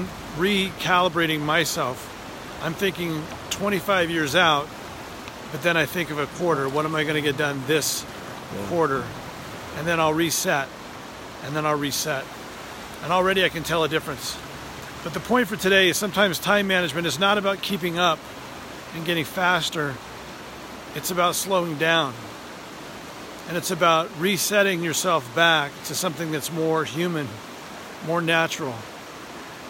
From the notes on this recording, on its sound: Today I take you on location with me as my boys and I prepare to go fly fishing up a local canyon.